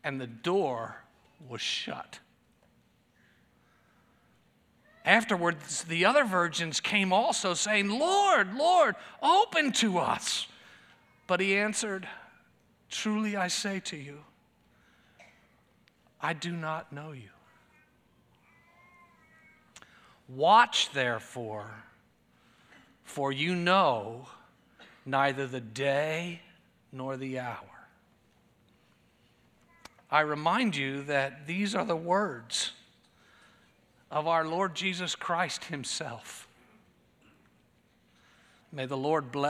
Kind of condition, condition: setting, large echoing room